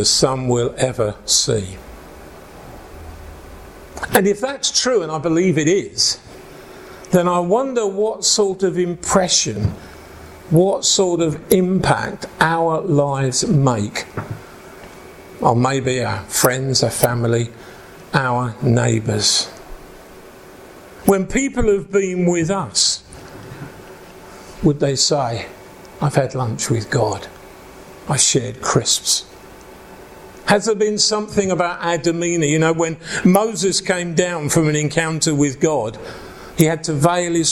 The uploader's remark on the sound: preaching at an Encounter Night Service at Ashingdon Elim Church